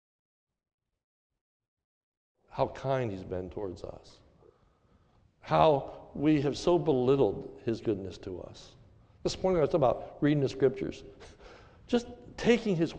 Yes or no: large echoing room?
yes